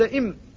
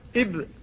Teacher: إذا قلت إم فستستقر الشفتان على الإطباق، وإذا قلت إب فستستقران على الفتح، والعبرة بنهاية الوضع عند النطق بالحرف، انظر إلى العضو بعد